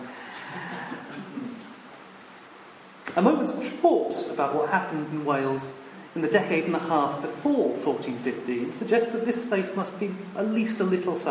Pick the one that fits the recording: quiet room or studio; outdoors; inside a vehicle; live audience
live audience